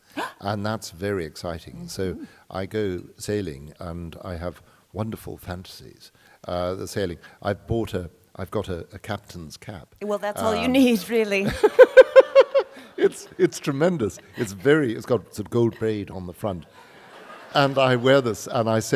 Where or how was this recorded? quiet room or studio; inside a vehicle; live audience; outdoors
live audience